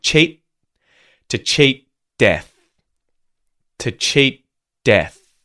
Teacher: So you could say also to cheat death, right? So the tongue's going up into the T position. It's not releasing. It's not going T.